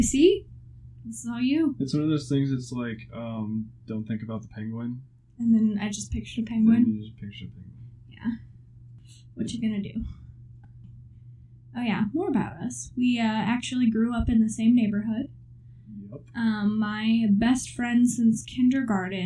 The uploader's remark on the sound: bear with us as we learn how to record and edit real good